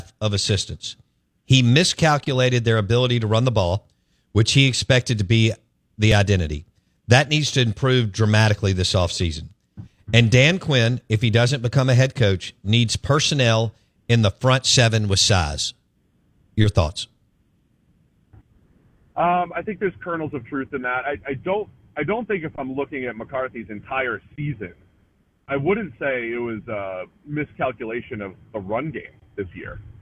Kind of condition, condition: link, phone line